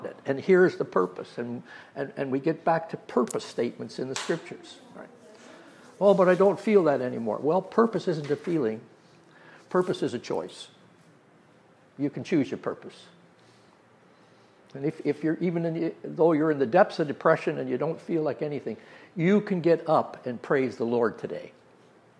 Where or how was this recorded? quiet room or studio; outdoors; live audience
live audience